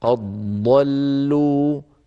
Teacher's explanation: الضاد. أما إخواننا الذين يقرؤون برواية ورش في البلاد المغربية وغيرها فيدغمون الدال في الضاد هكذا رواها ورش